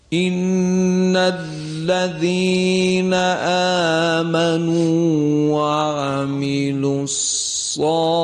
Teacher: عرض کنم دو مورد هست من خدمت شما تذکر میدم، یکی صاد در کلمه صالحات، صدای کشیده آ بعد از صاد هم باید درشت ادا بشه